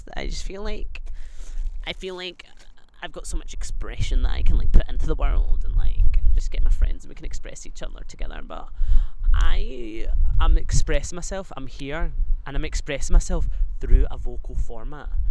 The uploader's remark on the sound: We've moved outside, voice memos threw the first brick at pride.